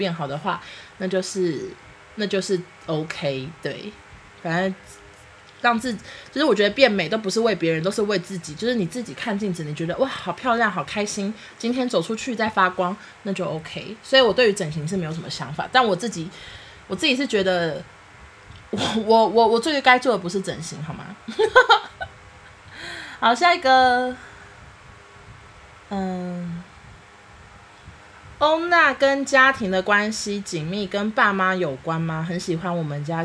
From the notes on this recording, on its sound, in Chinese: 由於擔心音質太差（其實還是蠻差的，電風扇開太大聲了，真的好熱！）。